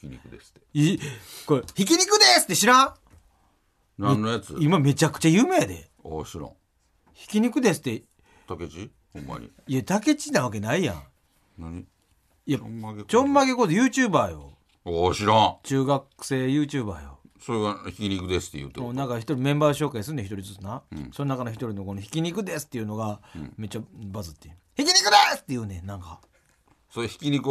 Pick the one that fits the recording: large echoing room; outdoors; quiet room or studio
quiet room or studio